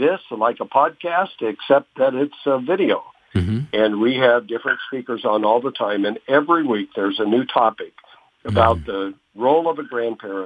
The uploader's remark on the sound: With Phone Guest